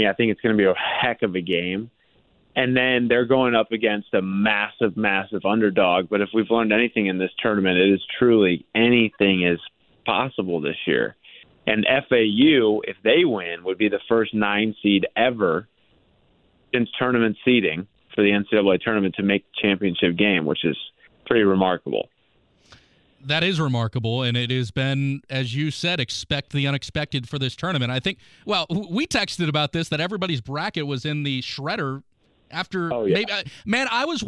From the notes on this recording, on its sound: from Purdue Sports Network called